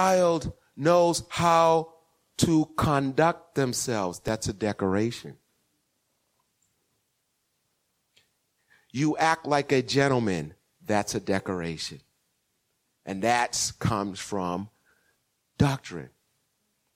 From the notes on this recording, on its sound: Recorded 2016-02-07 08:30am Service